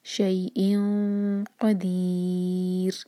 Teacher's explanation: رو کو ساکن کر کے رکیں گے تو رو باریک ہوگا کیونکہ اس سے پہلے کسرہ ہے